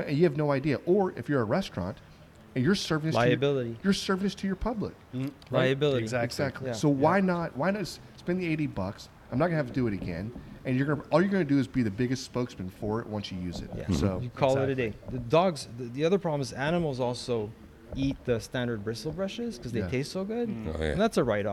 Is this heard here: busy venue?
yes